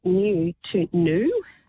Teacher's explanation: It's known as yod dropping, and we've been dropping these yods. The yod is the y sound in new, the y, and that's been going on since the early 1600s.